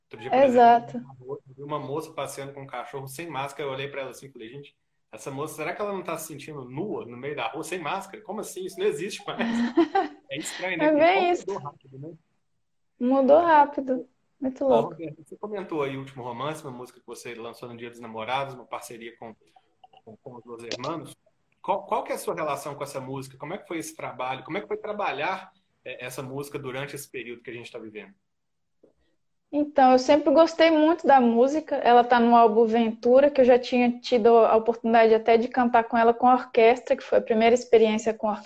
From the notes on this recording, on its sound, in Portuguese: esteve ao vivo no instagram da Alvorada FM